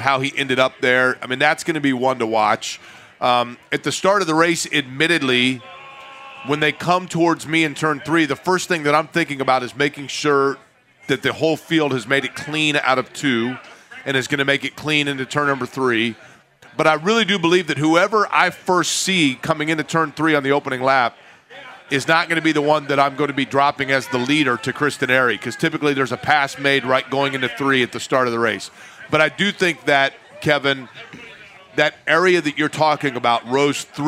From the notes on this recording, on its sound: We’re LIVE AT CARB DAY!